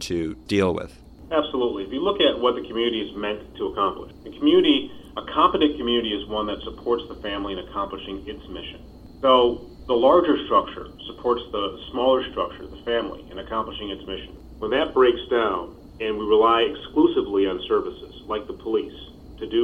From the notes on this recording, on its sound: On the phone with me today.